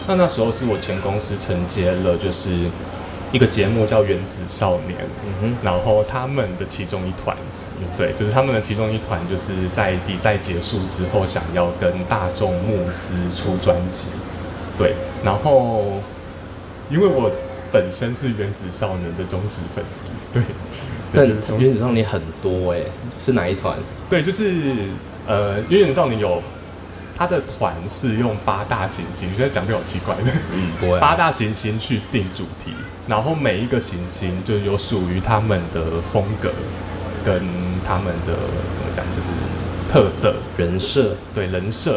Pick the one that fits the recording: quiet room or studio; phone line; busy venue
busy venue